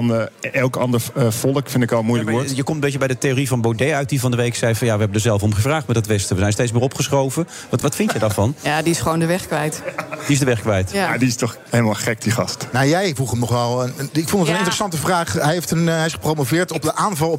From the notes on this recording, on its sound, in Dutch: The Friday Move live vanuit het Double Tree By Hilton Hotel in Amsterdam.